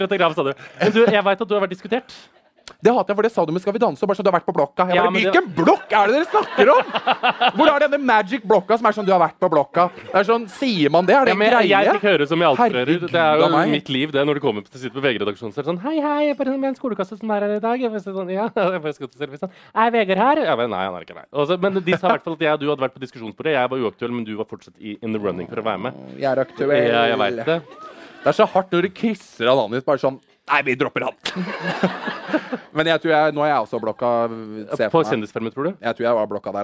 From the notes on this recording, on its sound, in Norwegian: Livepodcast på Hvaskjer i Oslo. God stemning.